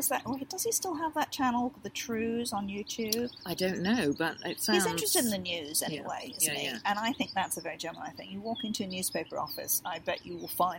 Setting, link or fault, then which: fault, sounds in the background